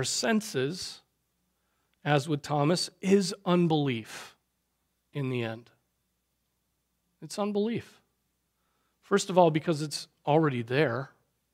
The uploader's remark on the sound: Preached on September 24, 2023 at Trinity Presbyterian Church